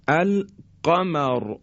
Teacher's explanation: را ساکن هست قبل از اون مفتوح هست، قمر را تفخیم میشه، درشت تلفظ میشه